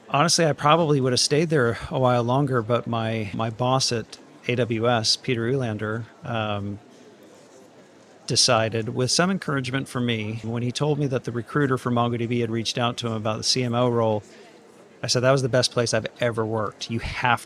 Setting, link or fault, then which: setting, busy venue